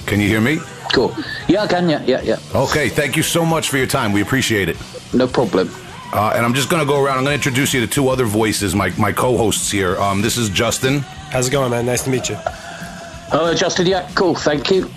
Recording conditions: phone line